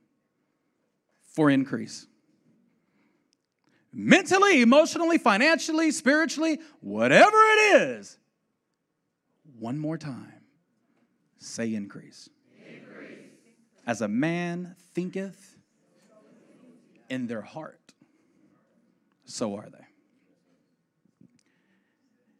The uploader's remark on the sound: the 2018 L3 Conference segment